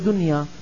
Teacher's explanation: العرب لما نطقوا قالوا دنيا أظهر النون